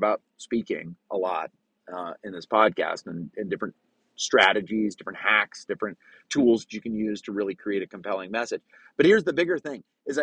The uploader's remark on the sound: recorded from my truck so the sound is a little rough!